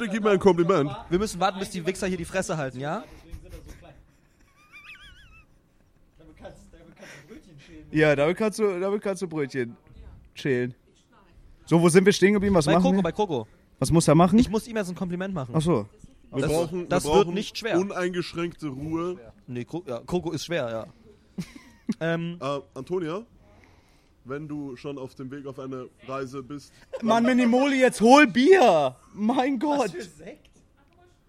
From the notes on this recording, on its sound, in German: OPEN MIC VON DER LAN PARTY. Wir berichten live von der Streamer-LAN und nehmen unseren Podcast auf.